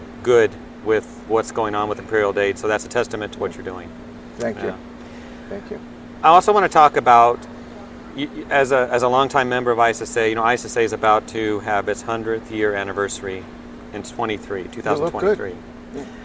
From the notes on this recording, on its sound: taped at ISSA Show North America 2022